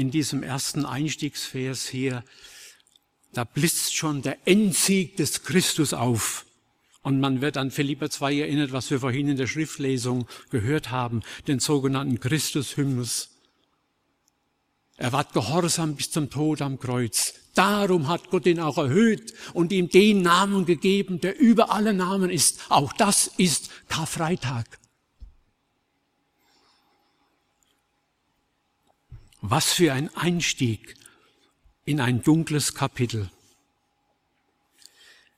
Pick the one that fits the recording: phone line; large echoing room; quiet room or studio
large echoing room